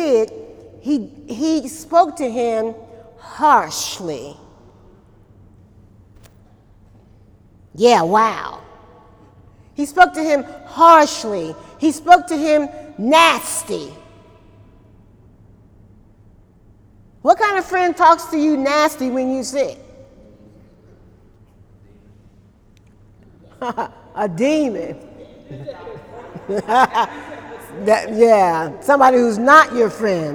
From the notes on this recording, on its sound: During Wednesday night service on August 15, 2018